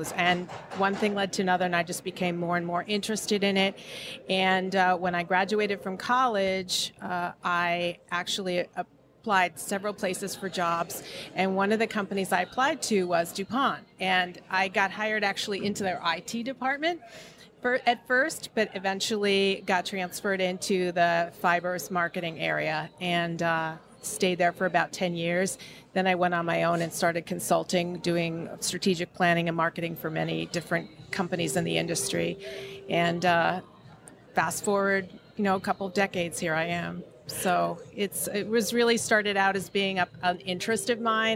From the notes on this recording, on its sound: on location at TexWorld USA in New York